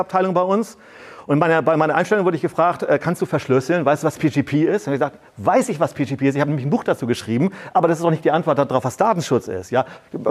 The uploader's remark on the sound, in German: Ein Vortrag im Rahmen der Night of Open Knowledge (Nook) in Lübeck: Die NooK ist eine offene Vortragsveranstaltung die sich an ein technik- und gesellschaftsinteressiertes Publikum jedes Wissensgrads und jedes Alters richtet.